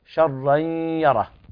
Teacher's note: إضغام بغنة ناقص لوقوع الياء بعد التنوين